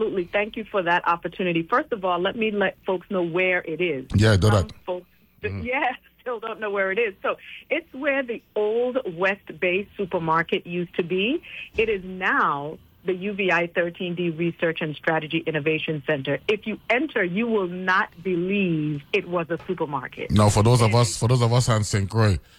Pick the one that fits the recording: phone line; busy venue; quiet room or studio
phone line